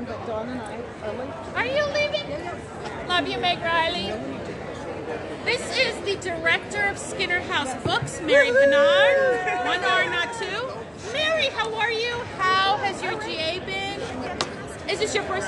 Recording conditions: busy venue